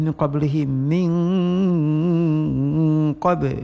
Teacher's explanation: Bacakan dengung pada nun mati bertemu dengan qaf pada kalimah min qablihi · Term: ikhfa